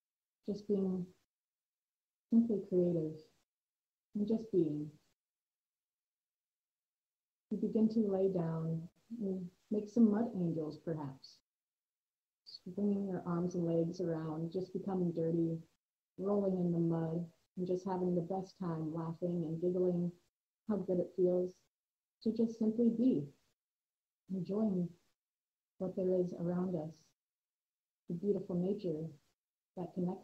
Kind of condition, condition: fault, poor sound quality